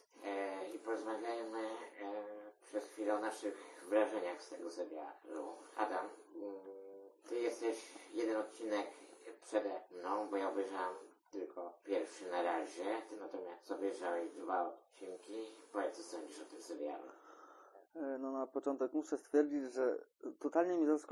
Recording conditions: poor sound quality